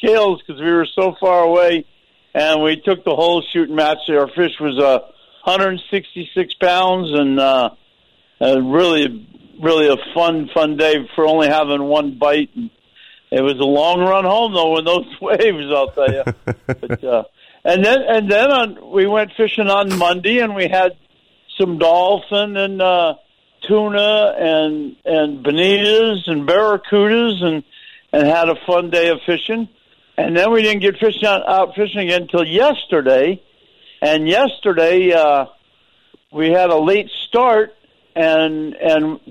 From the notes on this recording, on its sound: we get a surprise call